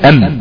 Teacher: طيب ده في حاله السكون، ادي الميم ساكنه اهي، ام حصلت بالتصادم، وما حصلش بعض التصادم ده تجافي، يعني فضل عضوي النطق في مكانهم ثابتين ما بيتحركوش، حصل السكون والتقى عضوي النطق ولزقوا خلاص مش متحركين